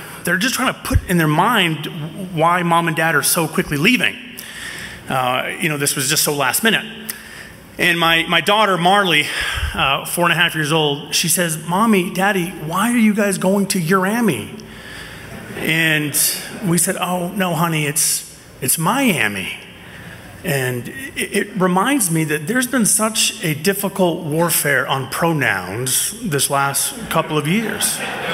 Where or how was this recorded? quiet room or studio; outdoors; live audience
live audience